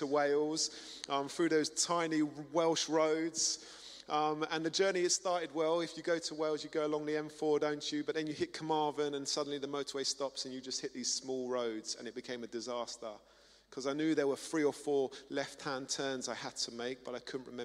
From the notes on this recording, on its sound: Streamed live at St Paul's Shadwell on Sunday, 15 October 2023